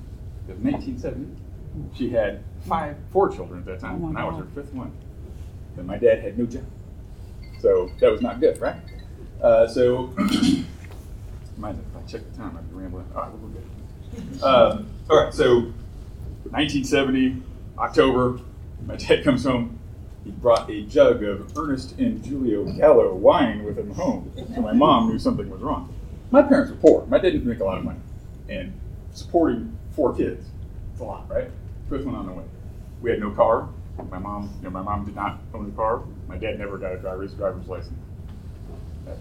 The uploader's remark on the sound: Recorded live at Tucson Comic-Con.